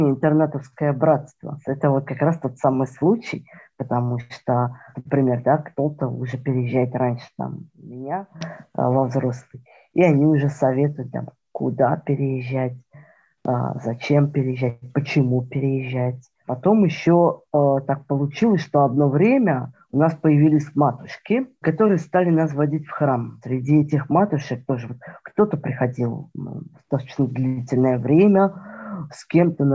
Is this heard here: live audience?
no